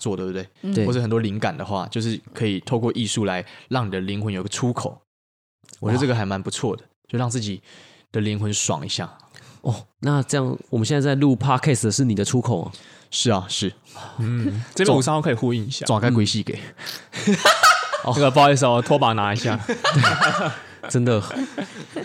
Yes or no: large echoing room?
no